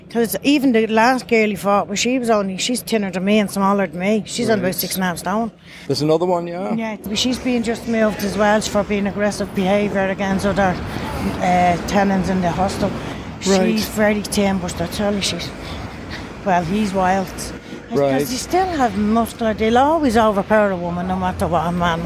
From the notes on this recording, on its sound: From outside Dochas (women's prison) at Mountjoy Dublin.